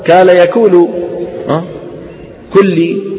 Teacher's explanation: في بعض مناطق فلسطين يقلبونها إيش؟ كافا